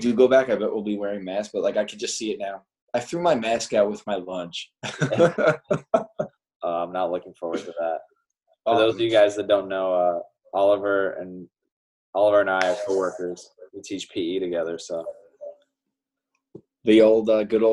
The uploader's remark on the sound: In this first-ever episode on Zoom.